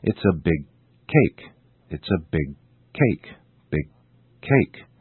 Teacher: Notice how the first sound, g, is not released.